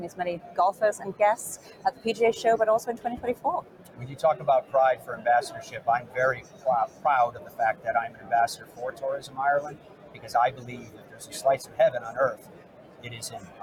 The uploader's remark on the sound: Live at the PGA Show in Orlando, where thousands have gathered to preview and purchase the newest golf equipment.